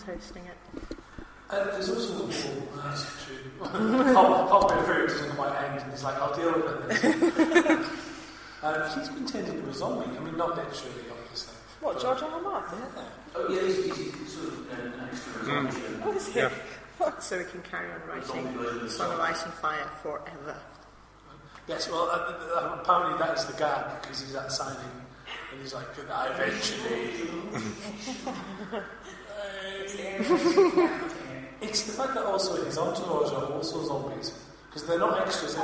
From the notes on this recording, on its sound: Blackpool Comic Con Special. Sound quality is low at points, due to the live recording.